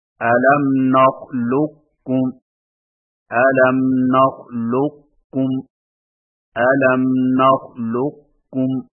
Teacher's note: قاف کے موٹا پن کو ظاہر کرنے کے فوراً بعد قاف باریک ادا کریں